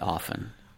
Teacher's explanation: I don't pronounce the T that's in often, but we know it's spelled O-F-T-E-N. · Term: medial T